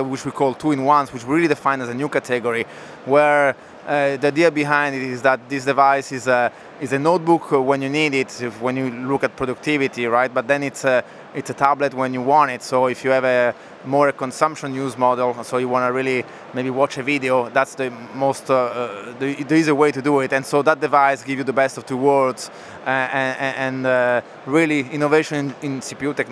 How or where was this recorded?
busy venue